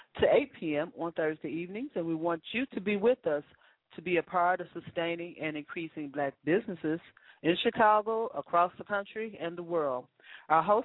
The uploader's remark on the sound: Join us as Black Wall Street Districts across the nation call in to update the country on what's going on in their communities.